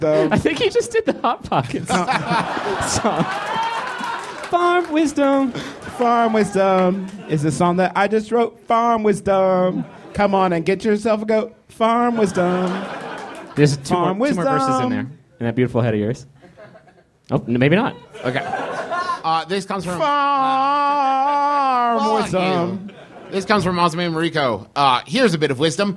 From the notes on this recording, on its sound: Live, from MaxFunCon